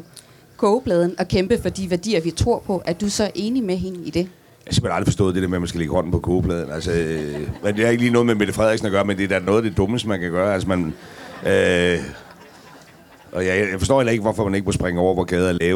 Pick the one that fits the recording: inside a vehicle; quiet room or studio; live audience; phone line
live audience